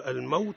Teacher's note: الواو مرقق رخوي ولين